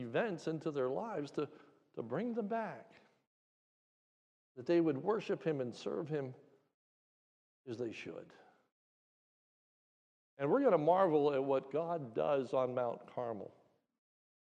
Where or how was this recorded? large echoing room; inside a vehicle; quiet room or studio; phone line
large echoing room